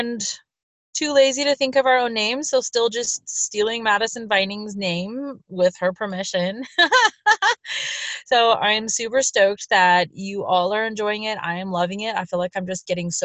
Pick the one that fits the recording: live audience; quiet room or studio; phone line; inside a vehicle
inside a vehicle